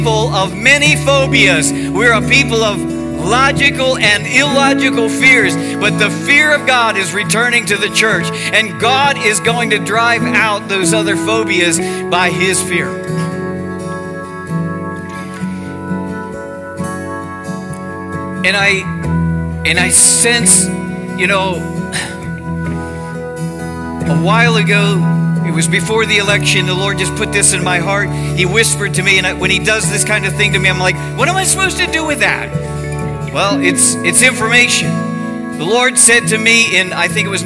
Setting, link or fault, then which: setting, large echoing room